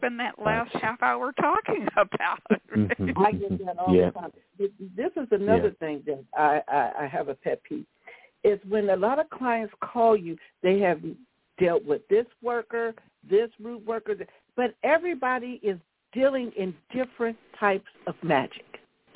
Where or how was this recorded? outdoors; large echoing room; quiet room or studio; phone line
phone line